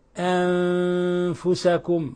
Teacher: نون الساكنة جاء بعدها حرف الفاء في نفس الكلمة الحكم التجويدي تخفى النون الساكنة في الفاء لأن الفاء من حروف الإخفاء الحقيقي · Term: إخفاء حقيقي